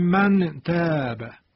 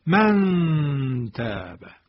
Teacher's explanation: نون مخفی میشه، دیگه از مخرج خودش در دهان اجرا نمیشه بلکه مخفی میشه · Shown in: second take · Term: اخفا